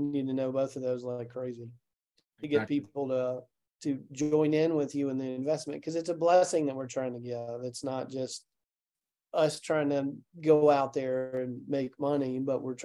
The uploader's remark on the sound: In this special Zoom session.